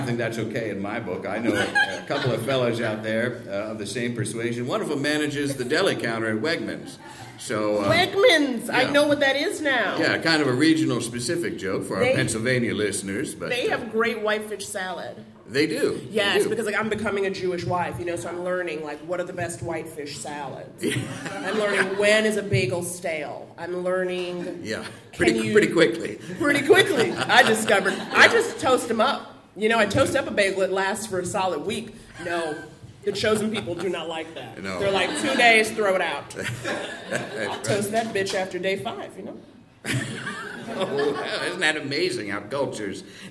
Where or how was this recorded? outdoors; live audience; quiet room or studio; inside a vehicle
live audience